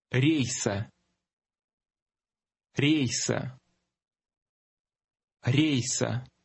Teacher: contains a combination of the stressed short E and the letter sounding like the end of the word gray